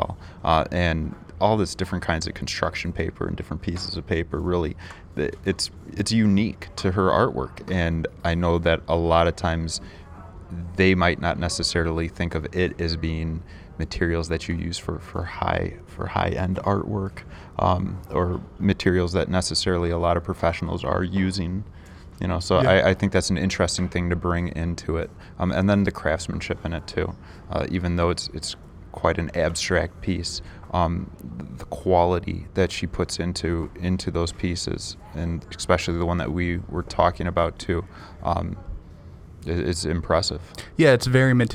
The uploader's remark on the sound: we decided to record a quick episode while we were setting up an art show at city hall